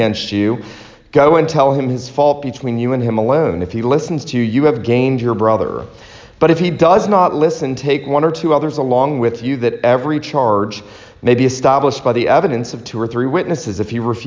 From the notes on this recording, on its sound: This sermon was preached at Christ Reformed Baptist Church on Lookout Mountain, TN.